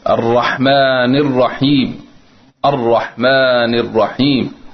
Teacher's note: راء مفخمة يستعلي بها اللسان